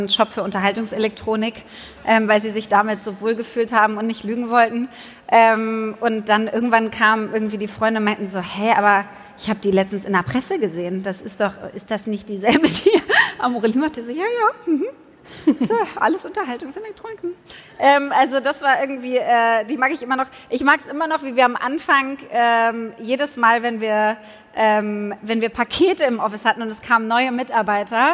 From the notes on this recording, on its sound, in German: In Berlin stattfand – und genau dort entstand auch die erste Live-Folge unseres heart2heart-Podcasts. Live auf der Bühne haben wir vor großem Publikum.